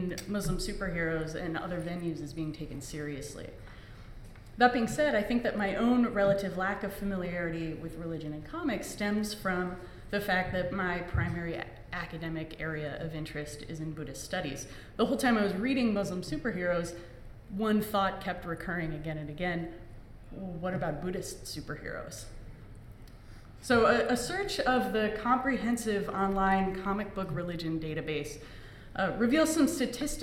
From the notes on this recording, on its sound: Live at AAR 2017